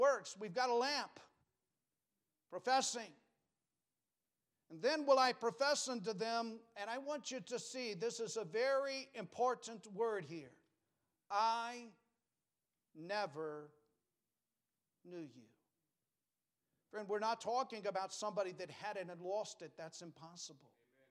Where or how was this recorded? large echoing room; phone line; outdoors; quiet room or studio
large echoing room